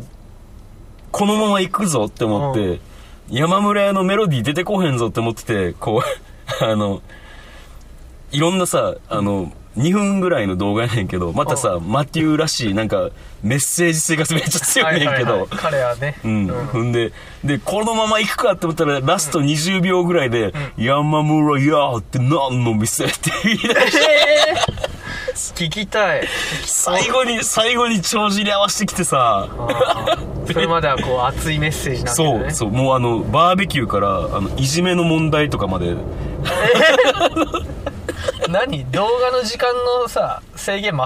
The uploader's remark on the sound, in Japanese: 灼熱の車内で録音した与太話！